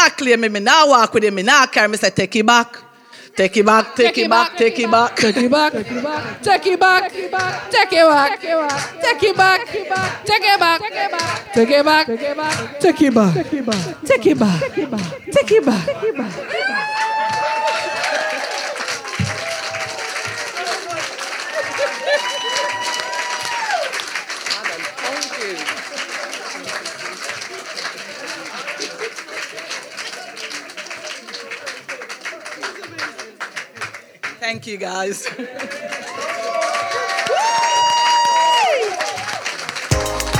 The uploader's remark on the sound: BLN-LIVE Part 2 Bush Theatre. July's Survivors edition of BLN-LIVE at Bush Theatre.